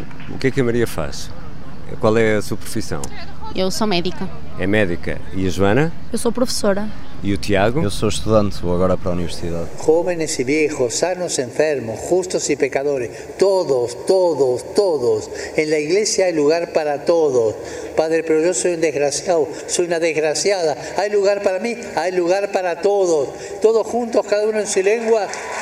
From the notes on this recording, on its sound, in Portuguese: Uma conversa com três jovens. Episódio especial gravado no Parque Eduardo VII, em Lisboa.